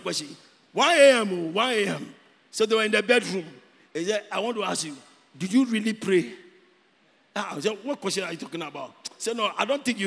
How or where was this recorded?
large echoing room